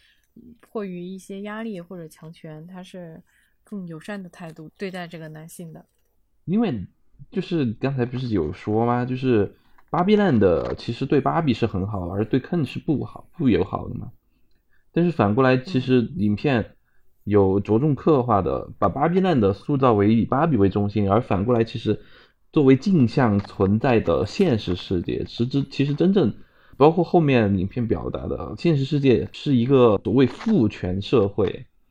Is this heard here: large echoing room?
no